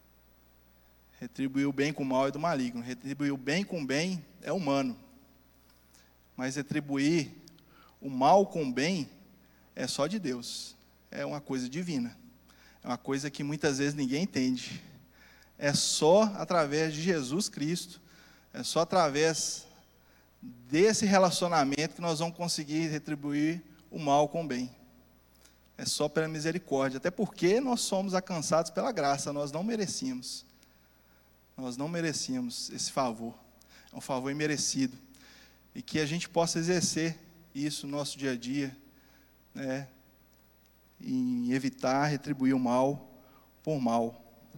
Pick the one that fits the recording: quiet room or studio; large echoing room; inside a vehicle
large echoing room